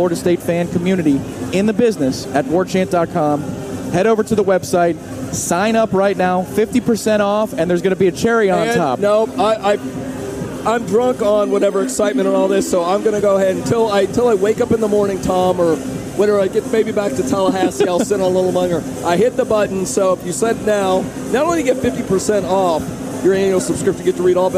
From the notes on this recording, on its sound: The Warchant Gameday postgame call-in show is LIVE from Hooch in downtown Orlando